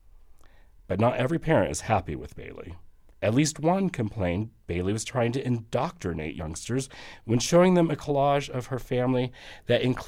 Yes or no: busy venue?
no